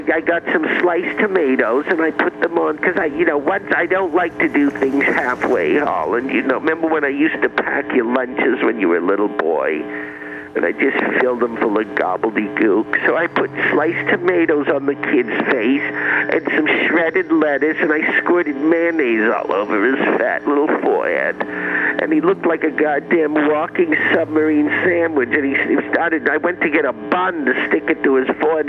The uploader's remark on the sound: Phone talk.